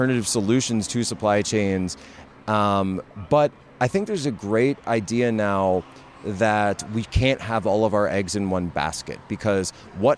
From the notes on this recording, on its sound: At the Better Discourse Conference in Milwaukee